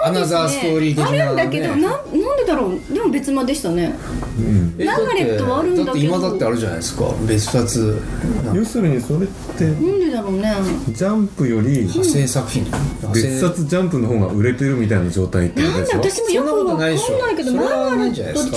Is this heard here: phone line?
no